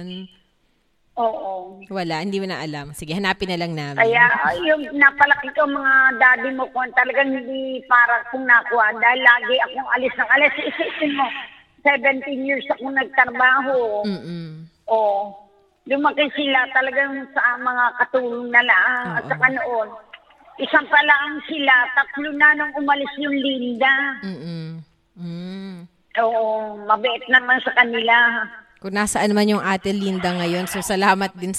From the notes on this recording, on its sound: we try out the mix-minus feature of our recorder by giving a call or facetime to the moms in our life